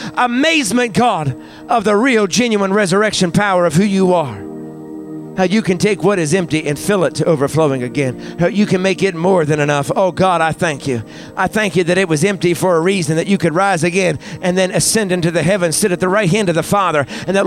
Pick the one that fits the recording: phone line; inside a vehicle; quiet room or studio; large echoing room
large echoing room